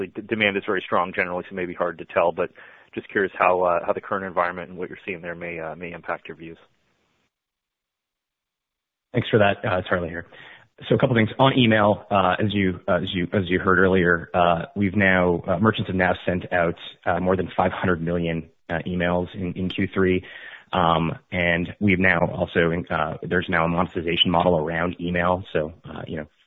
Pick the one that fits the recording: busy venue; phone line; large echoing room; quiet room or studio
phone line